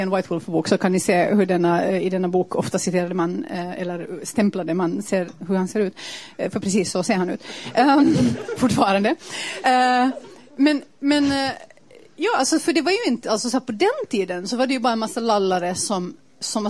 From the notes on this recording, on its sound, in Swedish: Inspelat live på Serieteket i Stockholm.